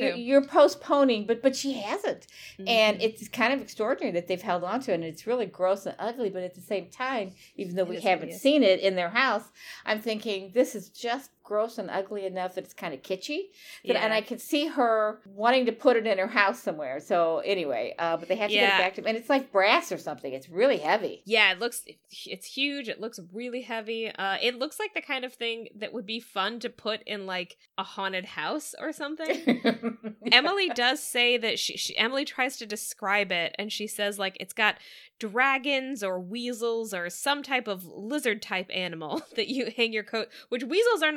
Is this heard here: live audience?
no